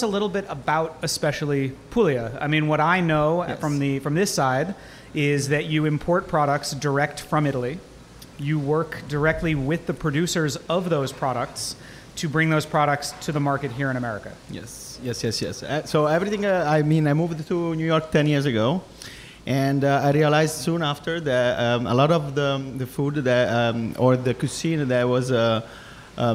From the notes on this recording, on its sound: at Ends Meat in Industry city for a LIVE Feast Yr Ears